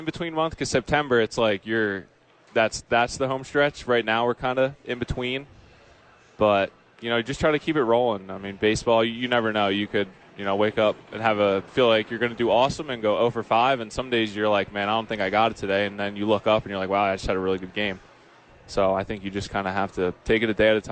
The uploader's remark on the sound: live from Isotope Park